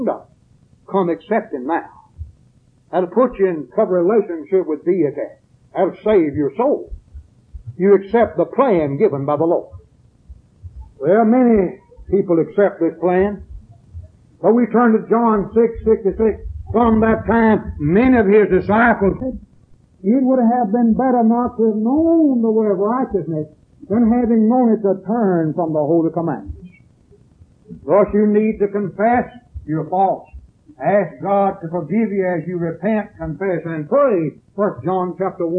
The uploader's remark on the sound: preached this sermon at East Columbus church of Christ in Columbus, MS on September 7th, 1981